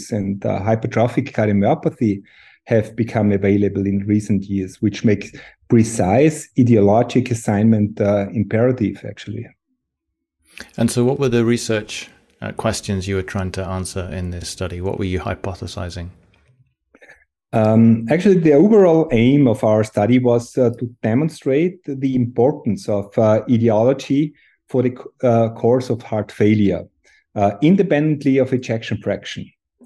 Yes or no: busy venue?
no